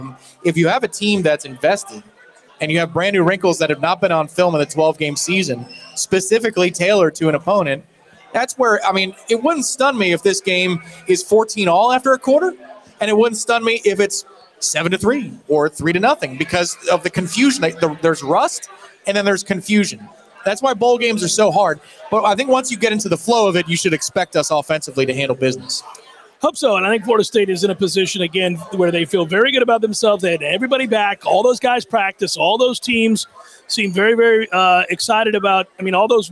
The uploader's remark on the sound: LIVE from the Harry Buffalo in Orlando!